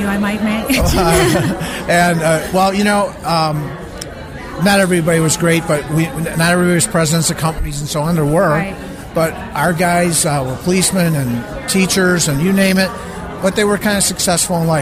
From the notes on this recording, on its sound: On location from the BMA Colorado regional conference B2B Rising